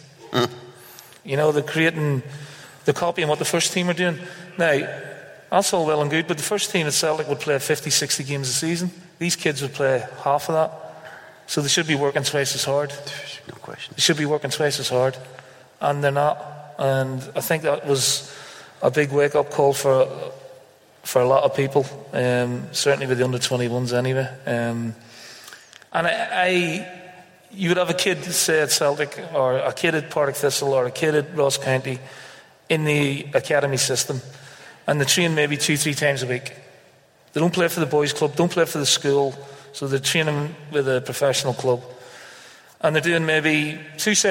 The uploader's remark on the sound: Recorded in front of a live audience at Greenock Town Hall.